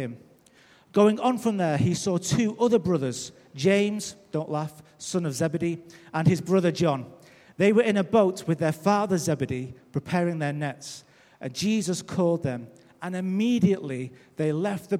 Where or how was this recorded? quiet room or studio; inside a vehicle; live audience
live audience